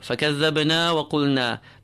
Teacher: Both words end with two long vowels, equal in length. And then the lam of وَقُلْنَا، seeing as you are coming from a strong, forward-sounded qaf, qu, the lam could easily be affected.